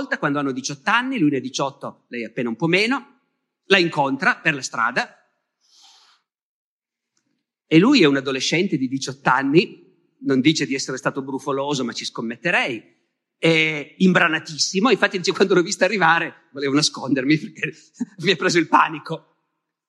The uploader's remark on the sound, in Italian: Rinascimento Culturale, Chiari 2022. Registrato a Chiari (BS) durante la nona edizione del Festival Rinascimento Culturale.